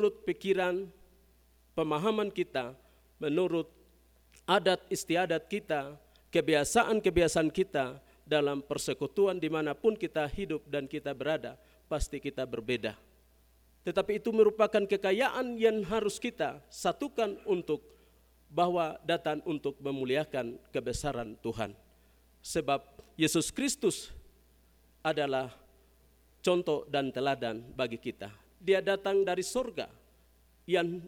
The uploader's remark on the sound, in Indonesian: GKI Kalvari Tembagapura. Khotbah dan Doa Syafaat rekaman ibadah Minggu Pagi tgl 19 Maret 2023.